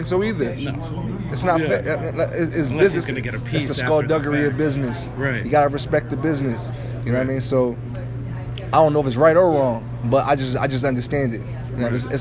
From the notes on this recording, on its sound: press conference at the Liacouras Center in Philadelphia